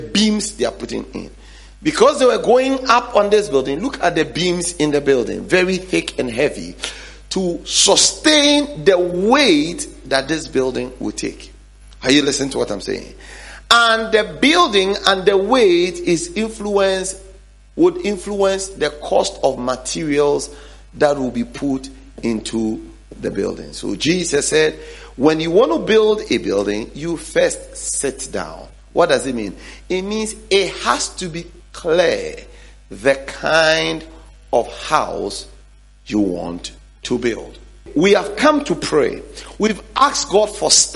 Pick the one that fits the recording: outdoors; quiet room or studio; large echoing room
large echoing room